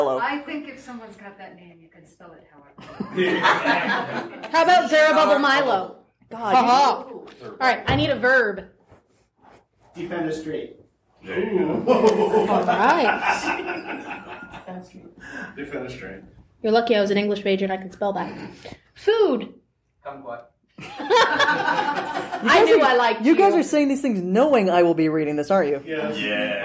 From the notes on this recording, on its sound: The Melting Potcast's first ever live show, at Balticon 51!